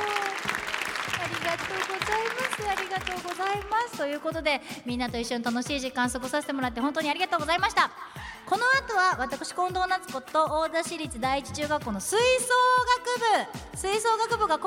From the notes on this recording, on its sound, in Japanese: 島根県大田市の大田市立第一中学校で行った公開録音の様子です。